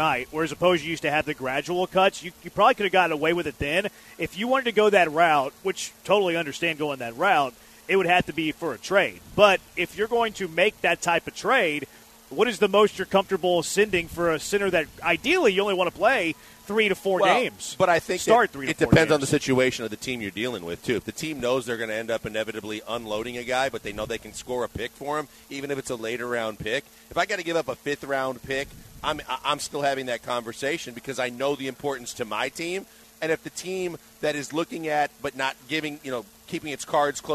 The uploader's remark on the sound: LIVE from Drift Bar in the Heights!